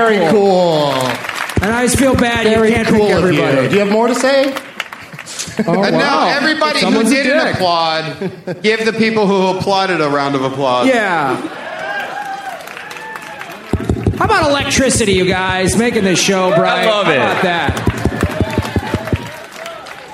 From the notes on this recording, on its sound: Recorded on the … Cruise on January 22nd, 2012.